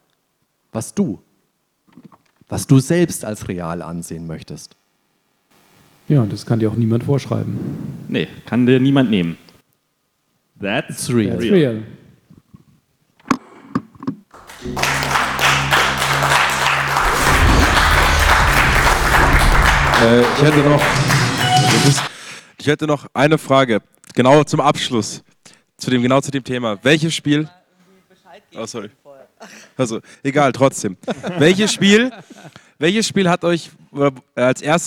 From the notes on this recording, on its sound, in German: Nerdwelten LIVE 2023. Produktion: GamesFestival23.